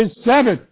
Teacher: كل باء يا اخوانا عليها السكون تقلقل